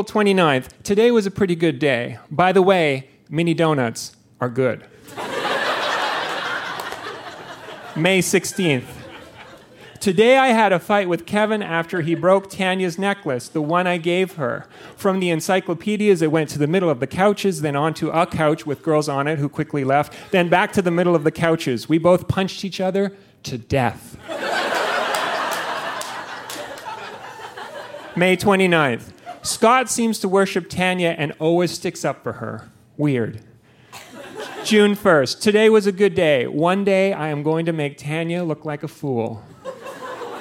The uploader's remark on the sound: Recorded live at the Tranzac Club in Toronto.